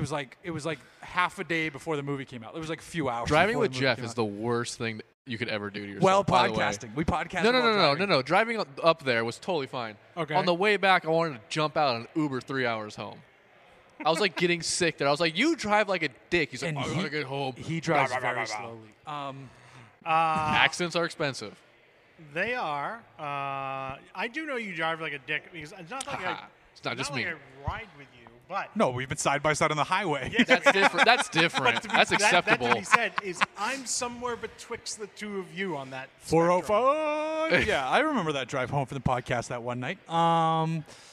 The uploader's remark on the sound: We're recording at 4 Sons Brewing once again